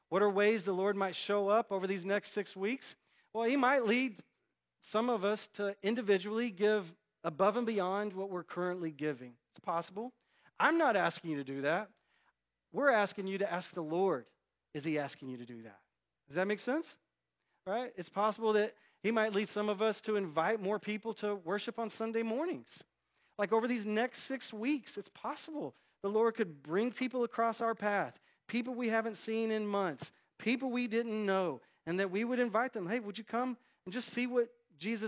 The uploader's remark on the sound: Recorded at North Village Church. Non-denominational church in Austin, TX.